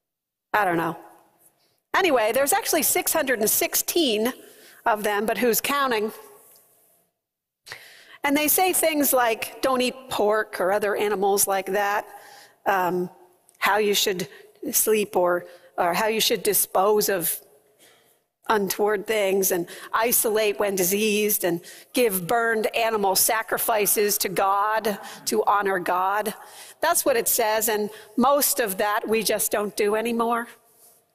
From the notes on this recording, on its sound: preached at First Presbyterian Church of Allentown